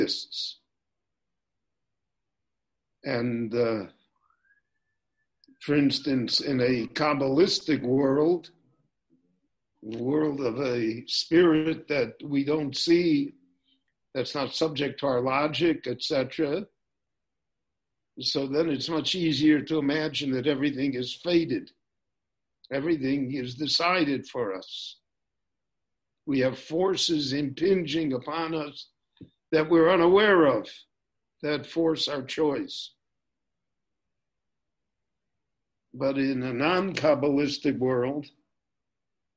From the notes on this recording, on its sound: recorded LIVE via Zoom in Jerusalem